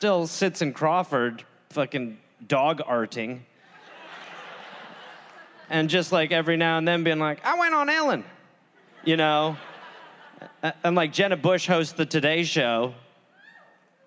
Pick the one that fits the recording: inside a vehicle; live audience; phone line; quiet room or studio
live audience